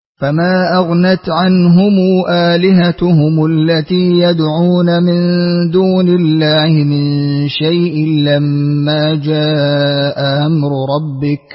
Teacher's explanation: أقرأ لقنبل بالتسهيل في الهمزة الثانية